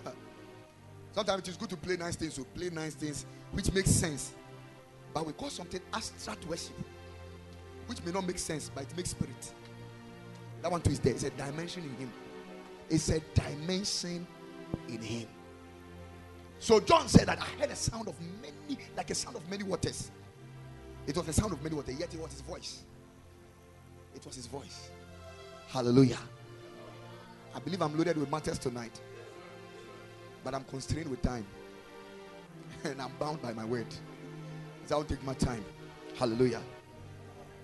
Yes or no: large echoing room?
yes